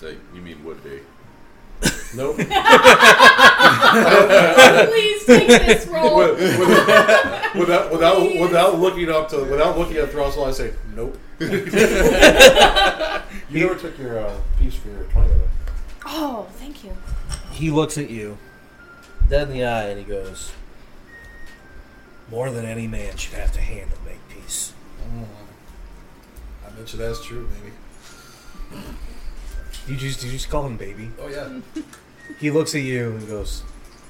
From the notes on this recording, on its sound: Due to technical difficulties the sound quality on this episode is not the best.